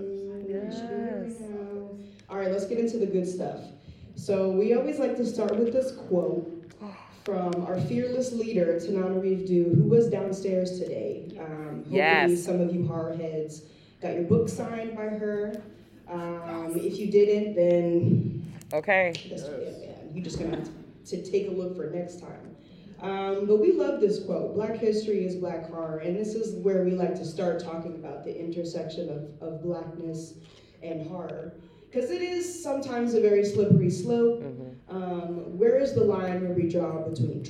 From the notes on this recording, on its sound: Live From NYCC. A LIVE podcast recording at New York City Comic Con 2023.